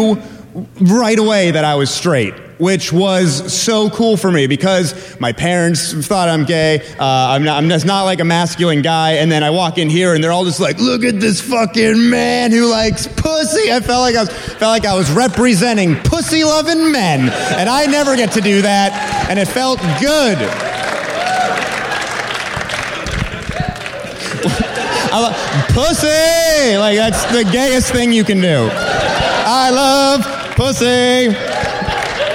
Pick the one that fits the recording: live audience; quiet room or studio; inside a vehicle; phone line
live audience